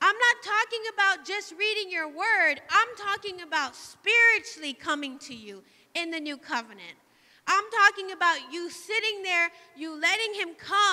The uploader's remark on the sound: Live from The Emerging Streams Apostolic Center in Stryker, Ohio